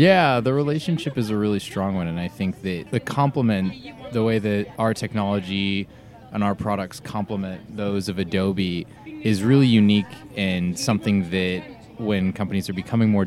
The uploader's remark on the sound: This first of three episodes recorded at the Cannes Lions International Festival of Creativity 2018.